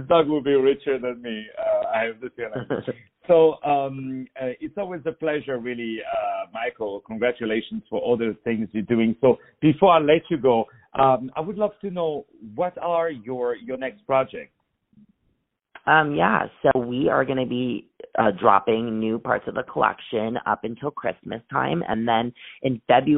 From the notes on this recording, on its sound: On the phone